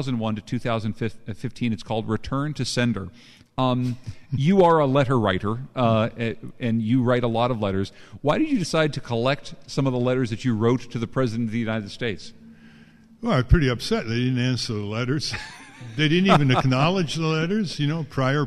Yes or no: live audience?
yes